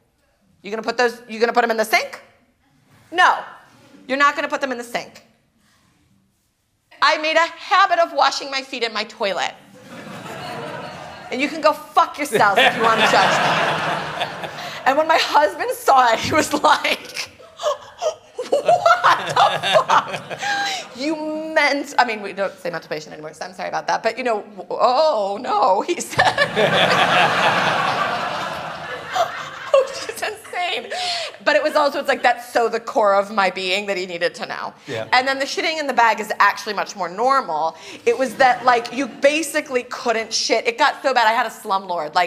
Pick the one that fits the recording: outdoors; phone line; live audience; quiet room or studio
live audience